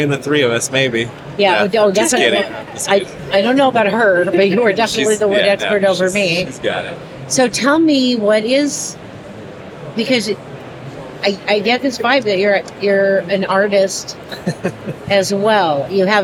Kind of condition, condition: setting, busy venue